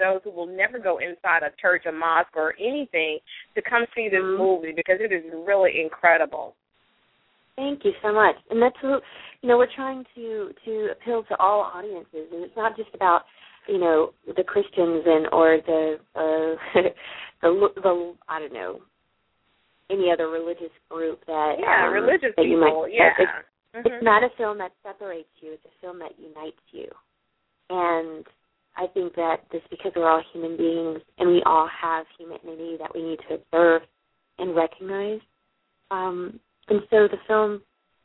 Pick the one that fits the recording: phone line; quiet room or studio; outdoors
phone line